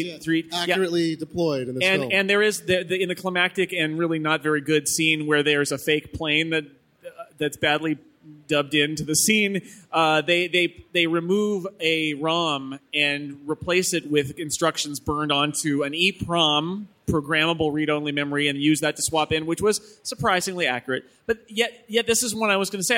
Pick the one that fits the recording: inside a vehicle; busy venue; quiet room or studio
busy venue